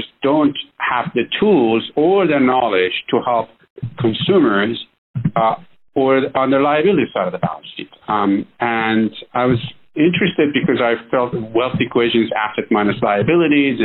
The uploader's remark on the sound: This is an excerpt from that phone interview.